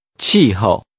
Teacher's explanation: Using falling and neutral tones, say climate.